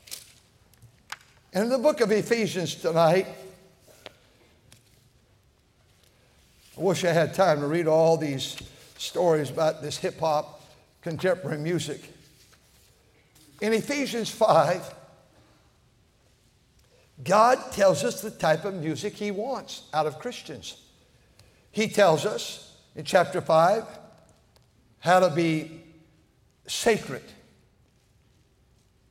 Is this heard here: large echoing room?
yes